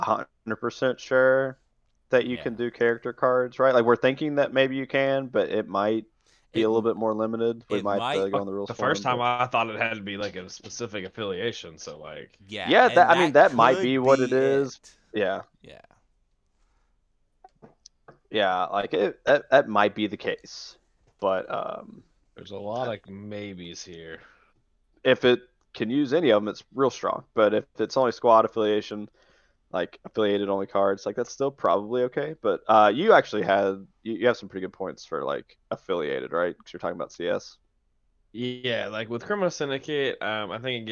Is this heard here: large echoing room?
no